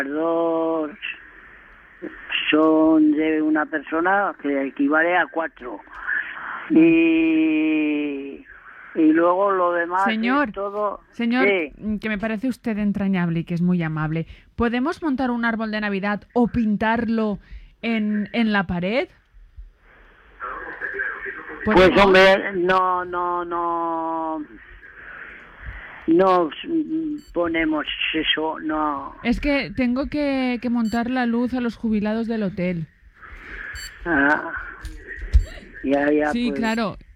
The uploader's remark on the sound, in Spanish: En la llamada Troll. Se insinúa sin pudor al recepcionista que ha contestado el teléfono.